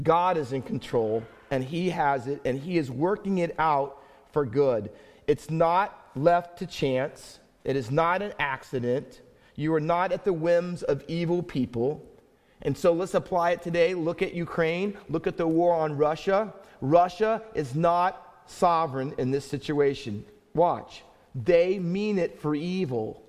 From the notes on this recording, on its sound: Faith Baptist Church in Hamilton, NJ.